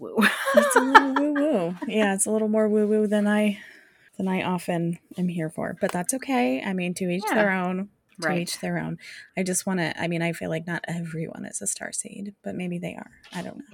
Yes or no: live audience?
no